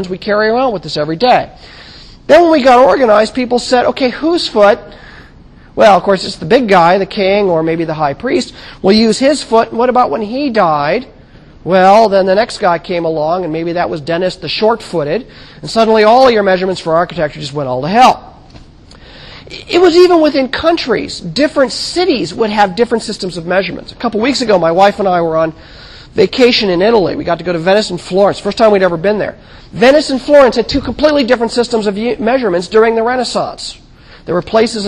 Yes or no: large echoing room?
yes